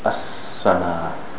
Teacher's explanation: Safir means that the air flows out like the sound of air coming out of the tire.